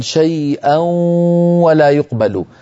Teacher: يخرج صوتان في آن واحد، واو من الشفتين وغنة من الخيشوم معا · Term: الإدغامات بغنة